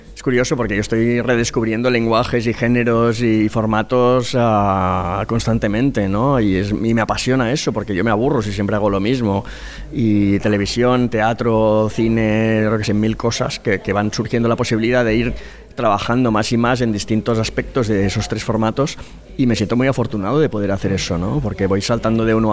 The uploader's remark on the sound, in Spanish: El autor y director teatral charló con Kinótico en el Festival de Málaga.